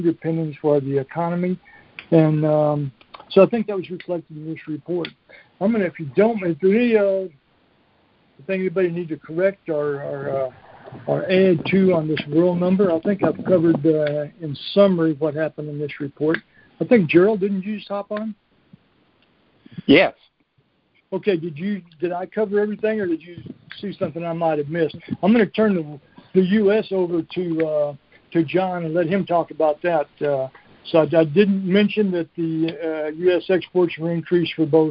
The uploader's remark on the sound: Recording of the June 2021 Monthly Conference Call On Cotton.